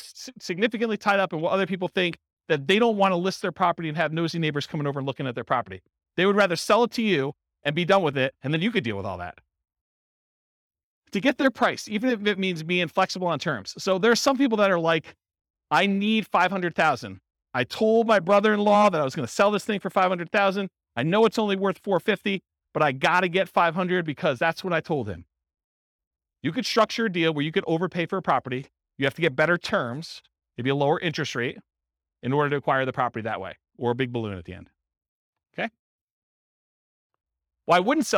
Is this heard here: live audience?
yes